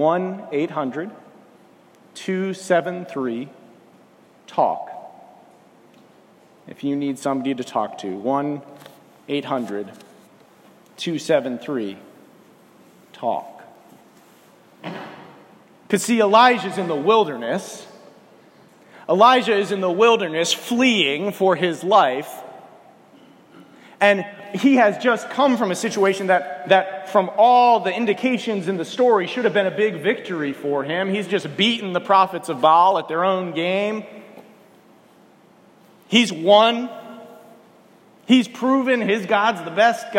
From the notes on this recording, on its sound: This morning, I preached at First Baptist Church in Wilson, NC.